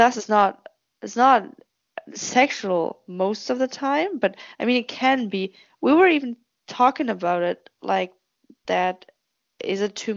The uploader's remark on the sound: it's just another conversation on the phone